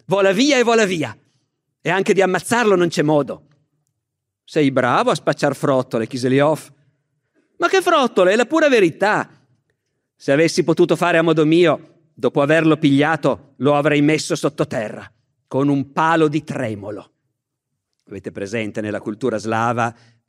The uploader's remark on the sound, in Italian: Registrato nel 2019 presso il Teatro Nazionale di Genova.